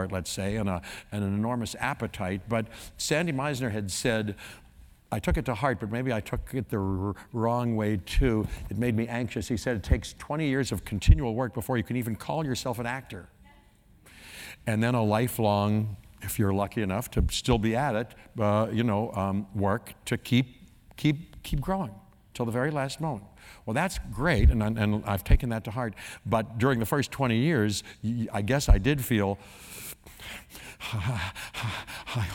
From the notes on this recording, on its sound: The conversation was recorded on November 11, 2018 in front of a live audience at New York’s 92nd Street Y.